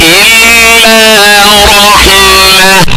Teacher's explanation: فيوقف عليها بالهاء من غير تنوين